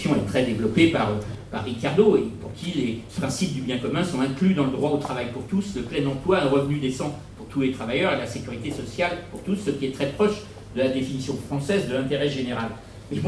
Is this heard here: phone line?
no